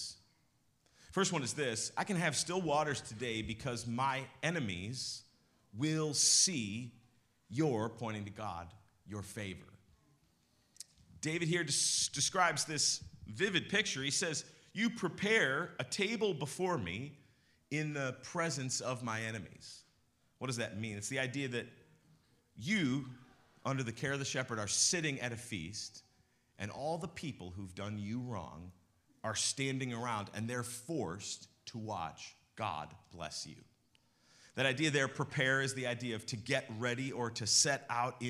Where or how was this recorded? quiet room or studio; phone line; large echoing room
large echoing room